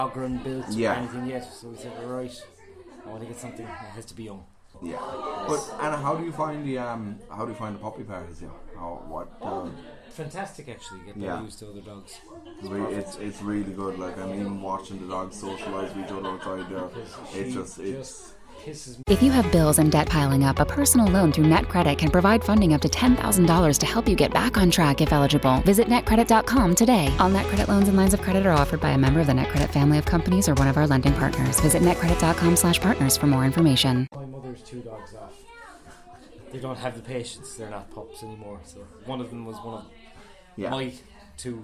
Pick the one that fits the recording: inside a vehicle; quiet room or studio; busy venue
busy venue